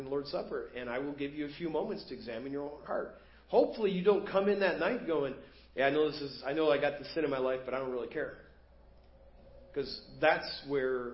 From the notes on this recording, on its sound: Preached at First Baptist Church of Hazel Park